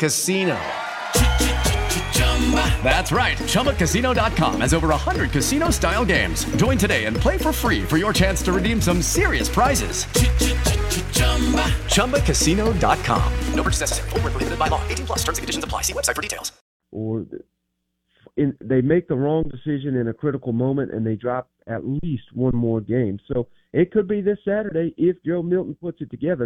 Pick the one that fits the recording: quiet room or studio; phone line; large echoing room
phone line